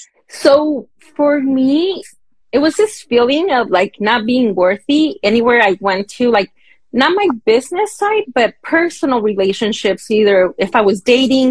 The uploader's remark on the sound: this SPECIAL interview taken from our Instagram Live